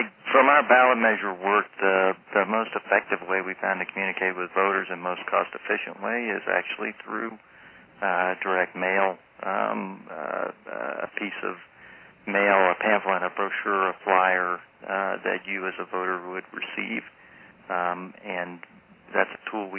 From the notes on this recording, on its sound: Call recorded on March 10, 2011.